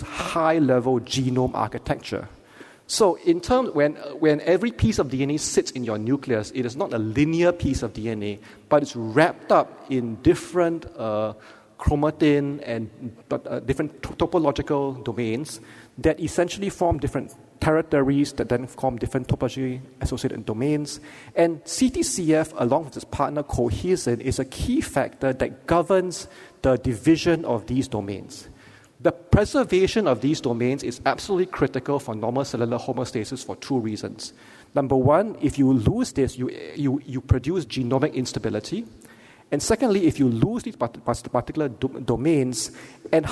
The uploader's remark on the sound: Keynote Lecture